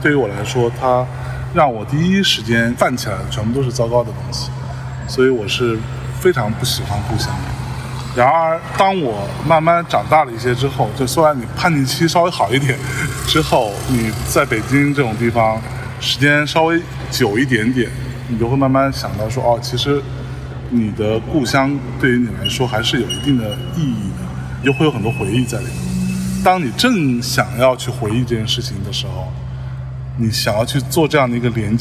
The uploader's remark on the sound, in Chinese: 在中秋之日的傍晚时分，在连云港的小河旁，他们边散步边聊天，便录制了这期伴随着自然环境音的“路边风”。